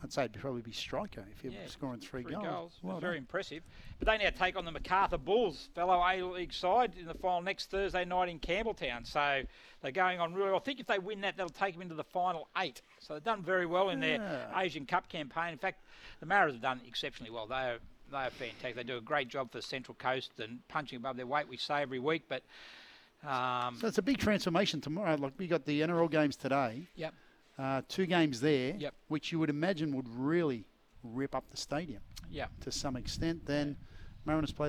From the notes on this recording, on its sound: live from Terrigal Trojan rugby club